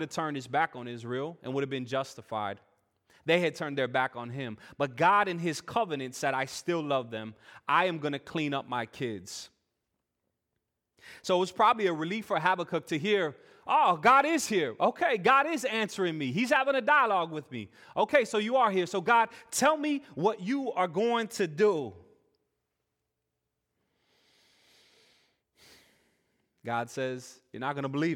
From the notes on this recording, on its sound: Full worship service recording